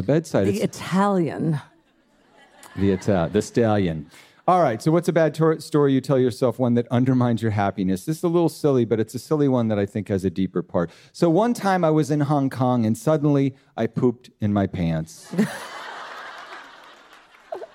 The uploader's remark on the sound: Dear Sugars returns to Portland, Oregon, for another raucous and uplifting live show.